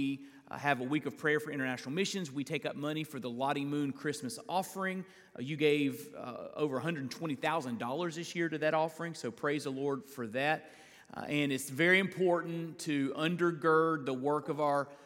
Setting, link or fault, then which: setting, large echoing room